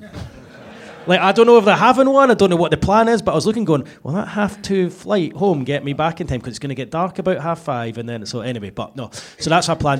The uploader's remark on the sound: The True Faith Podcast was recorded to an audience at the Stand Comedy in Newcastle on Tuesday 7th of Feb.